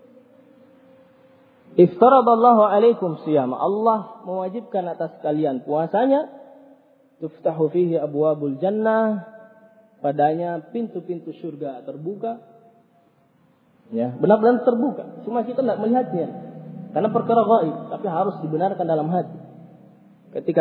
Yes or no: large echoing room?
yes